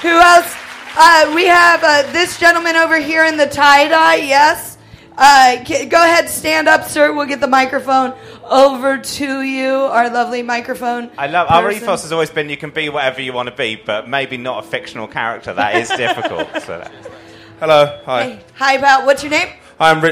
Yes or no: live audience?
yes